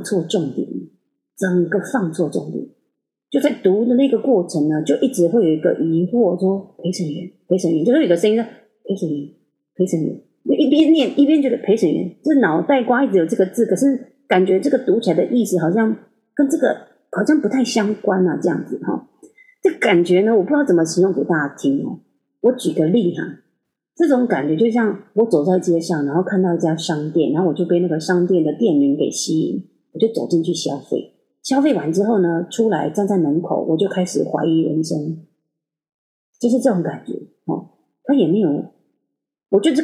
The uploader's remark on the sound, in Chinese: 這次錄音設備 真的～～發生了一些狀況。還是一樣音質非常差。我要重新添購麥克風了。